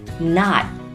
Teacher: 注意字母 T 在这里可以停一拍不发声